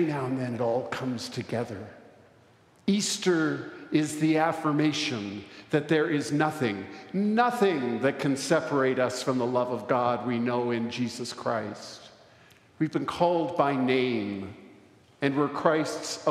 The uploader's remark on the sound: recorded live at the Easter Vigil on Saturday, April 8, 2023